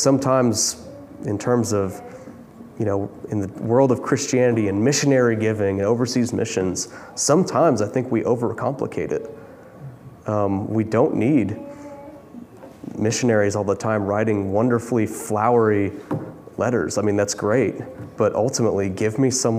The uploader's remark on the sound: preached this sermon from the pulpit of Grace Community Church in Berea, KY